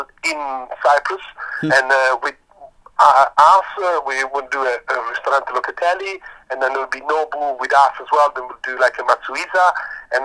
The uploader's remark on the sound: a phone interview